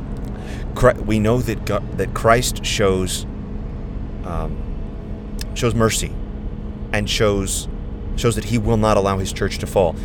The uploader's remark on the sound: gave us the opportunity to record on the long drive back